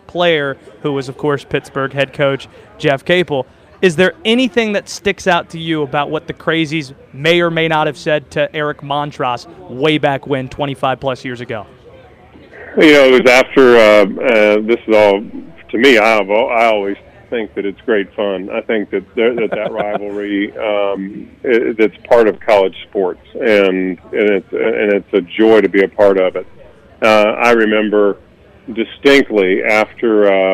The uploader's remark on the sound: Live at KickBack Jacks